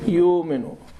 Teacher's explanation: تمتد الضمة شيئا ما · Term: الإبدال